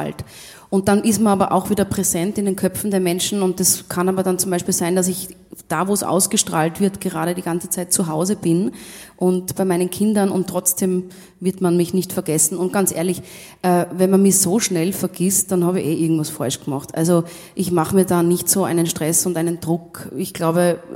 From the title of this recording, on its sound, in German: Auf dem roten Stuhl LIVE SHOW